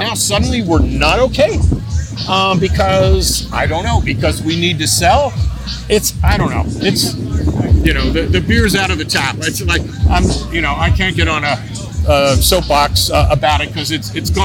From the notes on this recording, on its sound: LIVE episode of HopTalk, recorded at the recent LA Beer Week kickoff festival